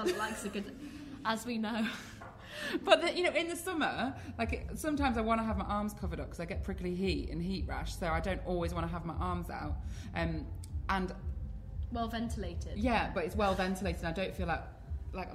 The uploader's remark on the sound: At the Free People pop-up shop in Shoreditch. We recorded in front of an audience, so this is our first ever live episode recording.